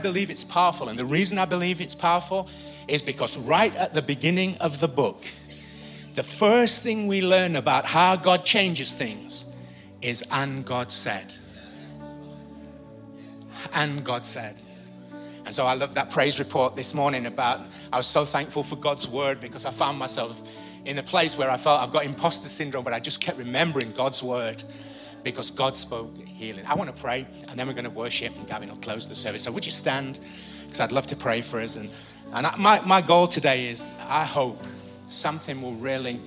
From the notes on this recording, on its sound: Recorded live at the Chesterfield Campus this is the message from the morning service on the 14th July 19.